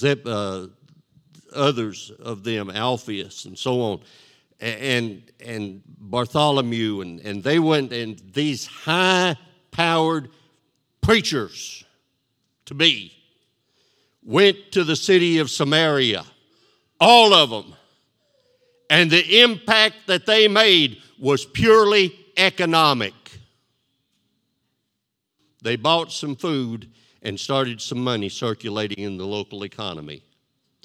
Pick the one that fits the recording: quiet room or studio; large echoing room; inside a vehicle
large echoing room